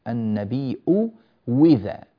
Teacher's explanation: هو إبدال الهمزة الثانية واوا مكسورة